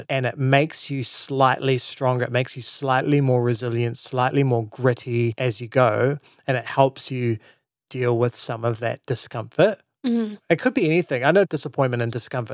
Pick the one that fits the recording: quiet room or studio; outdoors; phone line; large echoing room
quiet room or studio